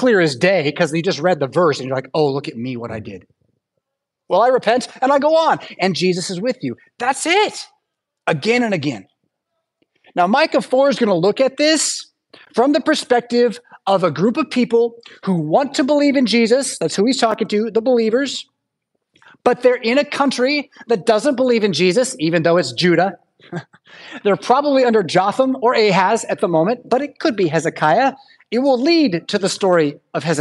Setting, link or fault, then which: setting, large echoing room